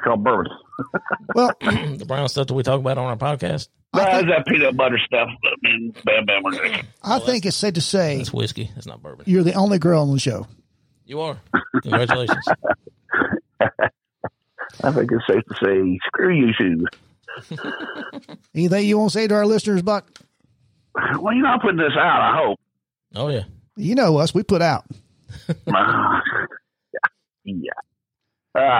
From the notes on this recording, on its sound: A surprise phone call. Studio 77 airs this short clip each year.